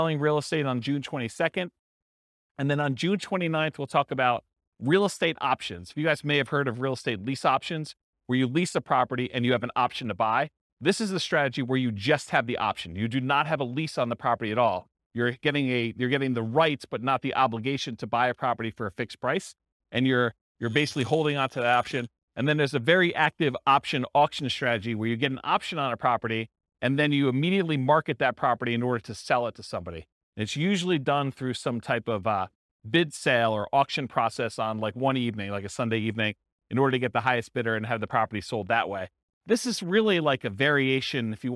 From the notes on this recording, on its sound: This was a live class recorded